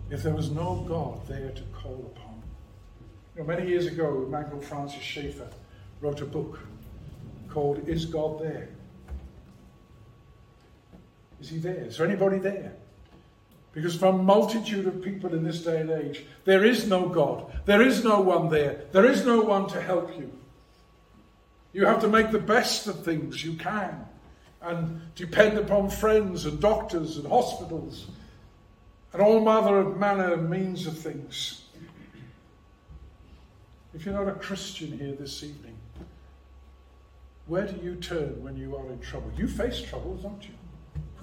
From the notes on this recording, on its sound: preached at Rock of Ages Evangelical Church